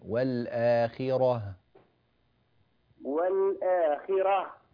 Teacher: قل فيهما إثم كبير ومنافع للناس وإثمهما أكبر من نفعهما ويسألونك ماذا ينفقون قل العفو كذلك يبين الله لكم الآيات لعلكم تتفكرون في الدنيا والآخرة في الدنيا والآخرة، فخم الراء في الدنيا والآخرة، راء راء فخم إلى داخل الفم